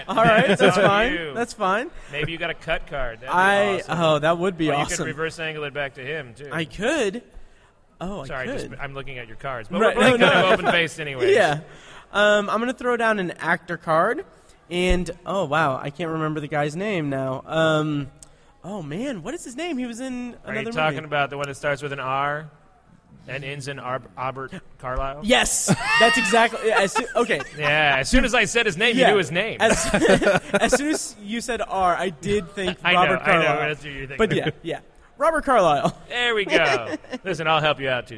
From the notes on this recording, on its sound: Recorded Live at Indy PopCon 2017.